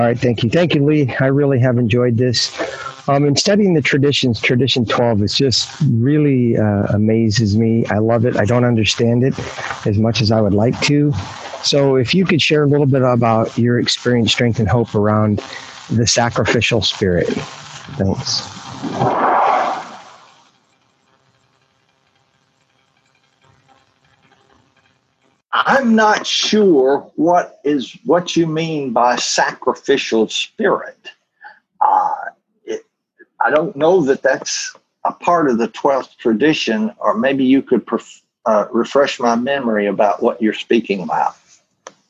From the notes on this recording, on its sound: The weekly zoom speaker meeting hosted by the Barcelona fellowship features a different old timer each week.